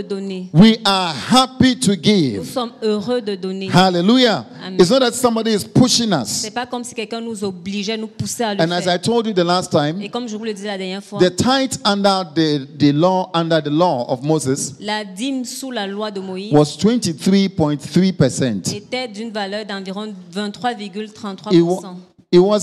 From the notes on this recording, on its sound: Preached during Joyful Hour Sunday Service Rabat